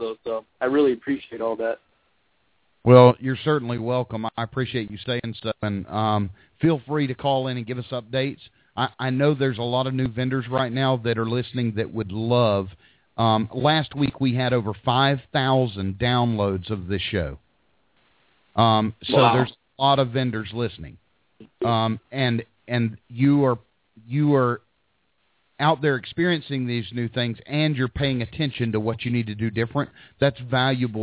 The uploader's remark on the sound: We take live hot dog vendor and street food vendor callers